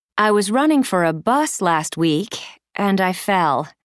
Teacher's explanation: Notice that the intonation falls and then rises slightly at the end of the first part of each sentence. This sets the background. · Term: Fall rise intonation